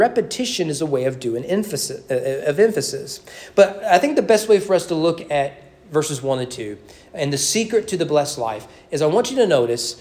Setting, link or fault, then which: setting, large echoing room